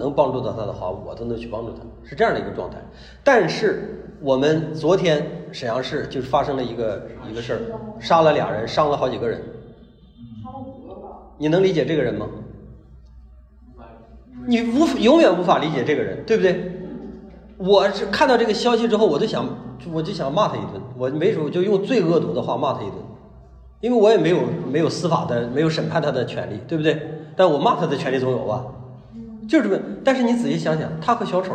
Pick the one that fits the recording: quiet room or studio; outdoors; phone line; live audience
live audience